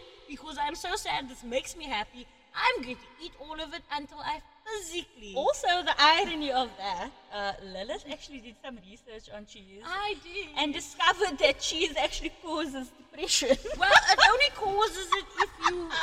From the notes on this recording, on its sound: The echo episode. Episode 2 of our very amateur post for our podcast. In this epsiode we clearly don't know that the echo is turned.